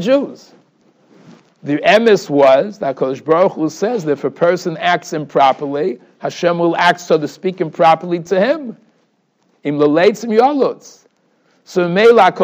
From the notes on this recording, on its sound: Shiur recorded in Yeshivas Ohr Reuven, Monsey, NY.